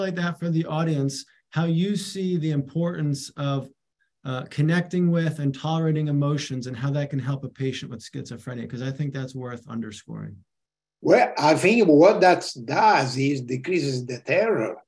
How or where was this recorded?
video call